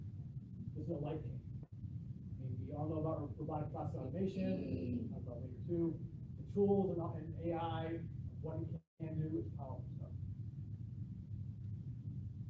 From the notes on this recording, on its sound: present at the South Carolina Association of Accounting Educators (SCAAE) Conference